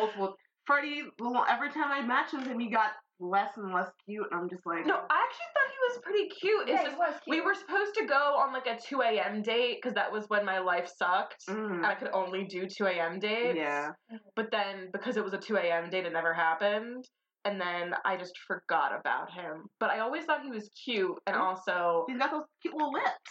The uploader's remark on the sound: The Shitty Audio Episode.